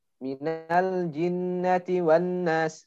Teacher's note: Jadi kita harus benar-benar memberikan eh, hak dari gunnah itu sendiri yaitu dua harokat ya. Jadi harus benar-benar ditahan, tidak boleh langsung lepas-lepas ya.